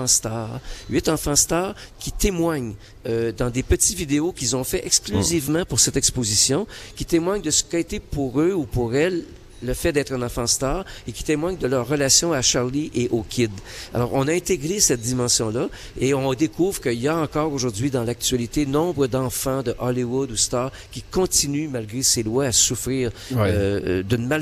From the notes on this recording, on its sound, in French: Emission spéciale en direct du Chaplin's world